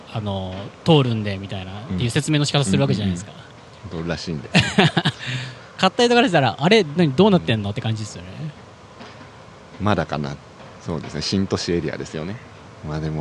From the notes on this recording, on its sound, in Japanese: 野外収録。都内の代々木公園で収録。